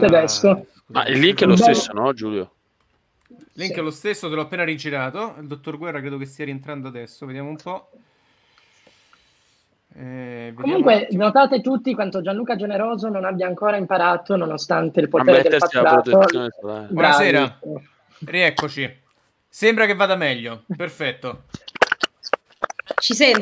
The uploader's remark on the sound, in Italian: Ci scusiamo per la qualita' audio di questa live, come potrete constatare abbiamo avuto dei problemi di connessione che sfortunatamente non ci hanno e vi hanno permesso di fruire di questo episodio a pieno.